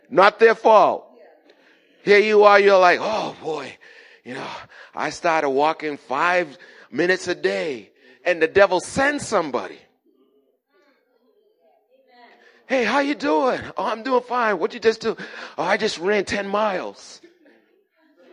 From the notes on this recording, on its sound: Recorded at the 08:30am Service on 2017-05-07.